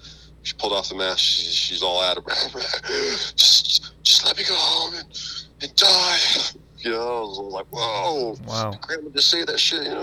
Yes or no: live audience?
no